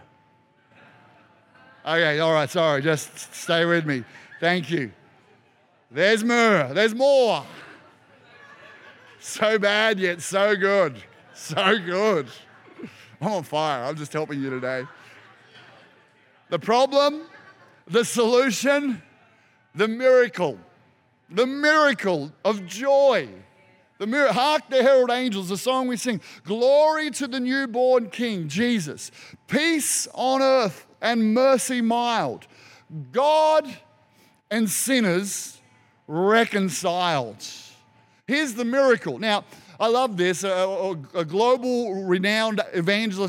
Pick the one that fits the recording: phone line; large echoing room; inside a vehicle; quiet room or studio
large echoing room